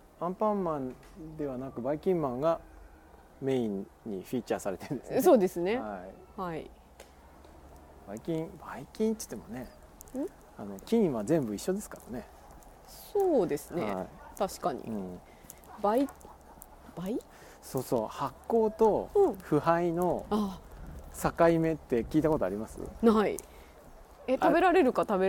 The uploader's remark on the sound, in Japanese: 谷根千。今回のことほぎラジオは2人でまちを歩きながら録りました。